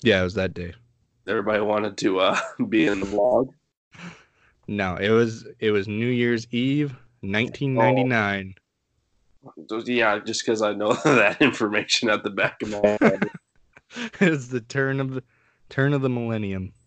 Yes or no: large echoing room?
no